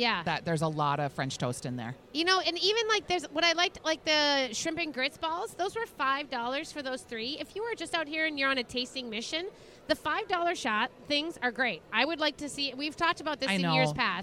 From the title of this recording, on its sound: Live from LuLu's Public House Patio